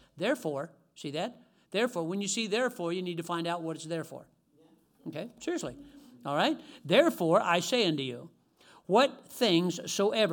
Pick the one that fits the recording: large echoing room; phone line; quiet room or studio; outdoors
large echoing room